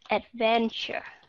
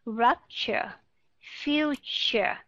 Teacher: T U R E ở trong này được phát âm là CH và dạ, âm đó là âm schwa sound and r